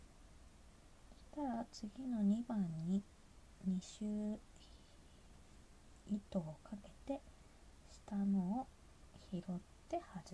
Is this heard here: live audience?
no